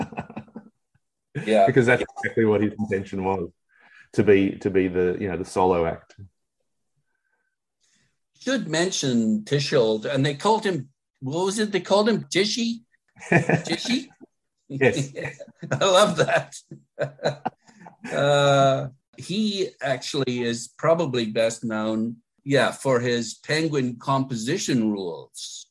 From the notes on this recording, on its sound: Via Zoom.